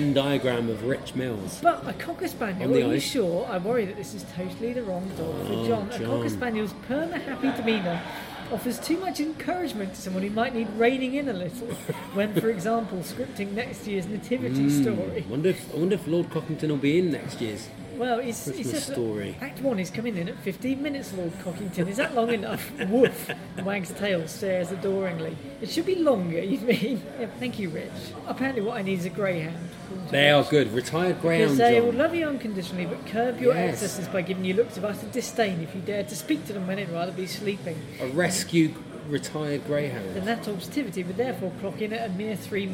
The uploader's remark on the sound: This week comes live from the pub